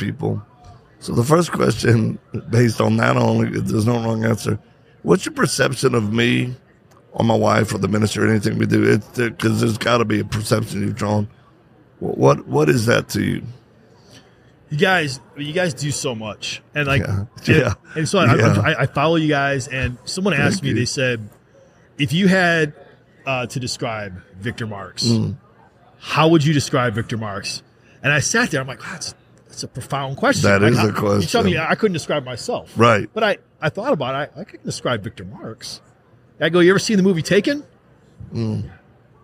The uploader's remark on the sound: Live at AmFest